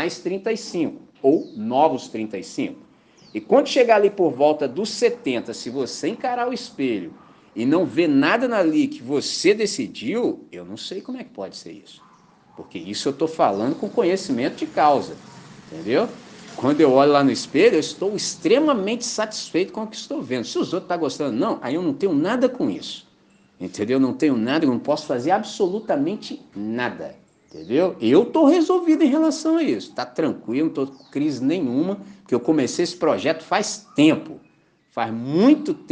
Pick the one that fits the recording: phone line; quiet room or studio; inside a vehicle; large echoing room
large echoing room